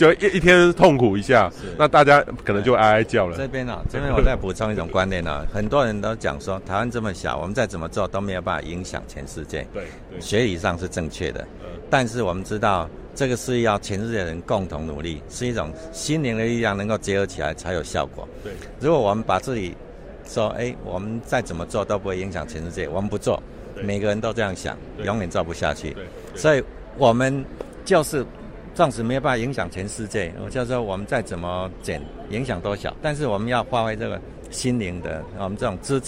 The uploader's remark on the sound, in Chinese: 西班牙馬德里 COP25 現場。